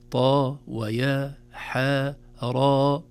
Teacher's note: إذن نقول طاء وليس الطاء، هي حرف طاء وضاء، لكن عند نطقها في أوائل السور تحذف الهمزة يصبح حرف ثنائي مد فقط